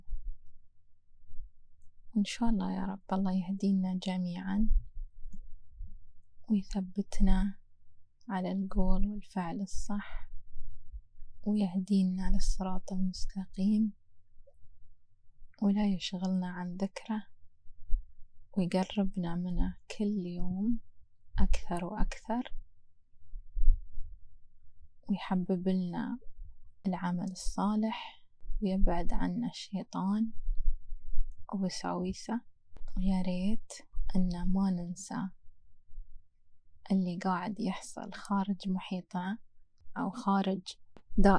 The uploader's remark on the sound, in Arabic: أول شي أريد أتأسف منكم على جودة الصوت لأني كنت اسجل الحلقه ع البحر وصوت الهوا خرّب الدنيا شويتين. حاولت اصفّي الصوت بس مازال الأثر موجود.